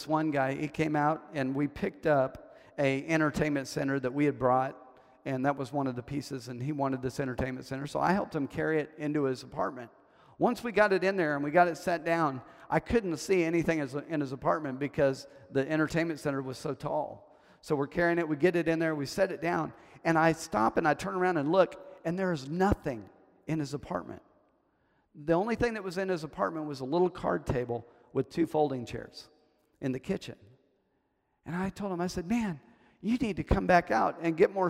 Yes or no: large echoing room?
yes